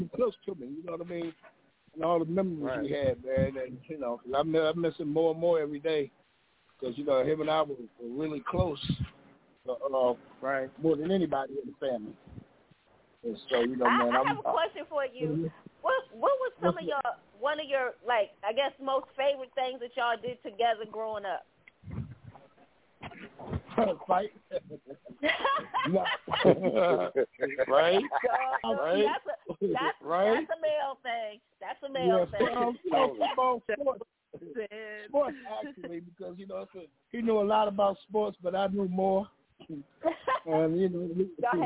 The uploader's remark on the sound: This a call in show.